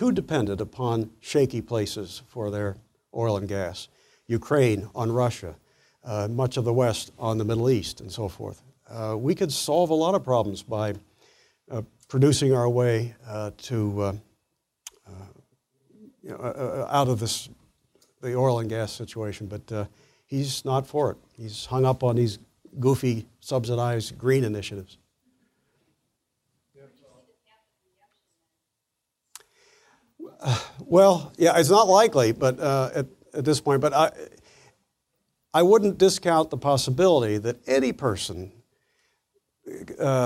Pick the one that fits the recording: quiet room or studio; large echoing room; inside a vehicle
large echoing room